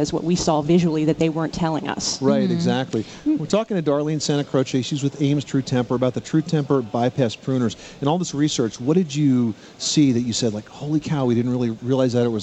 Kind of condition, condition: setting, busy venue